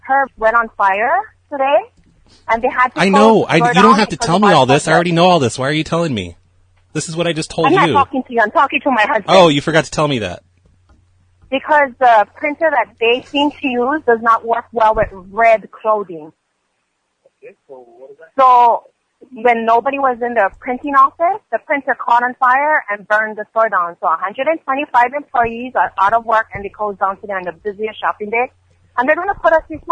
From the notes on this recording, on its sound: RBCP's Personal Prank Phone Calls Collection: portrait studio - fire. "portrait studio - fire" from archive.org was assembled into the "RBCP's Personal Prank Phone Calls Collection" podcast by Fourble.